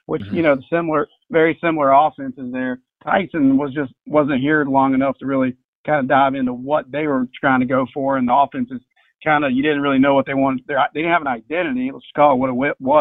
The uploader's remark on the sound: joined over the phone